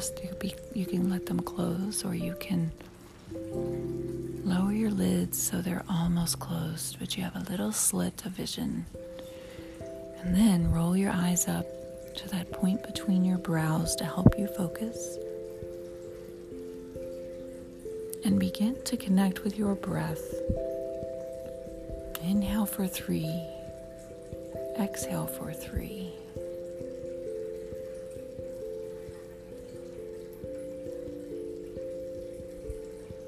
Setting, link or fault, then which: fault, sounds in the background